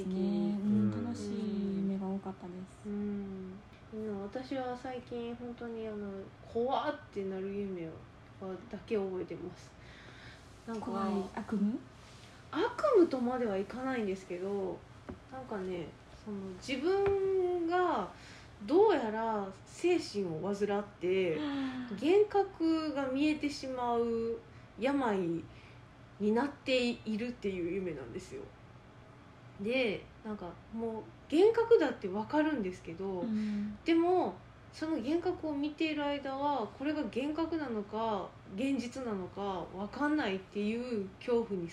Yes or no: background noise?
yes